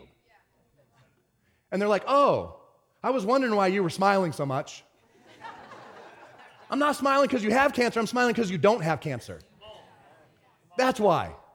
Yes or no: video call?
no